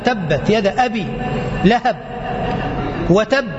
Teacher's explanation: التشديد الذي في الباء، والباء نفسها أصلا حرف انفجاري